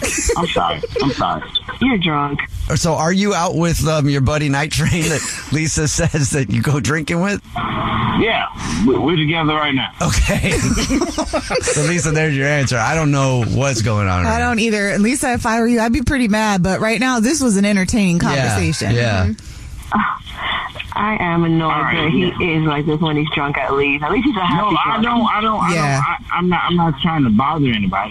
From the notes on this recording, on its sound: One of our listeners is on the phone